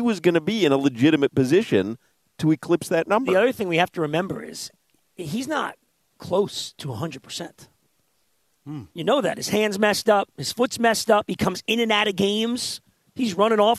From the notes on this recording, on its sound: live at Amerant Bank Arena